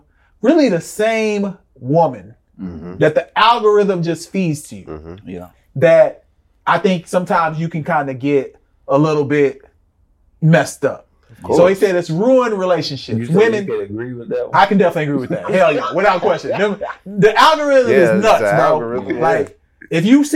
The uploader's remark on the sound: Excuse the poor audio, new mics failed us!